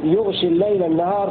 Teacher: وقرأ الباقون بسكون الغين وتخفيف الشين يغشي الليل النهار في الموضعين من أغشى يغشي.